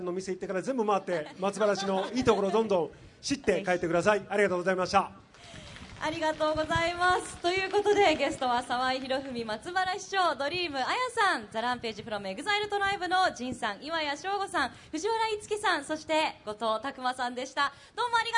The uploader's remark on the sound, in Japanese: 大阪・松原市で行われた公開録音（後半）の模様。